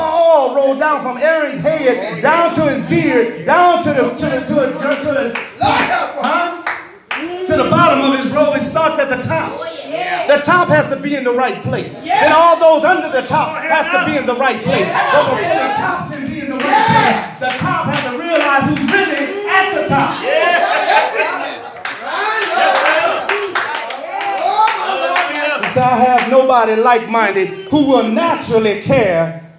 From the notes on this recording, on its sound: This message was recorded in the sanctuary of True Vine Missionary Baptist Church in Hauhnville Louisiana.